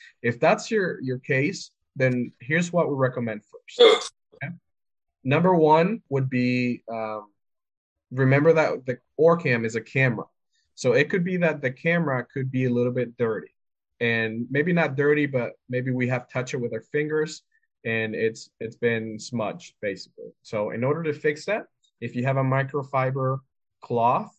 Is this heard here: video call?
yes